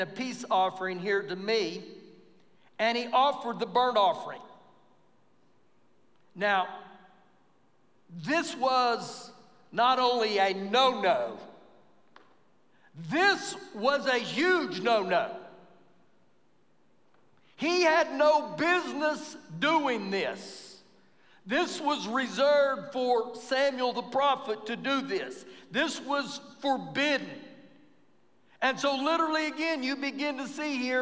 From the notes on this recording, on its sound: Recorded live during our Wednesday night service.